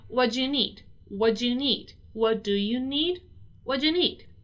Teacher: Notice that I kind of linked the words do and you there to make the question